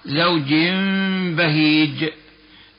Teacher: صغيرة مدلاه إلى أسفل للدلالة على إقلاب النون الساكنة أو التنوين ميما مخفاه مع بقاء الغنة بمقدار حركتين · Term: الإقلاب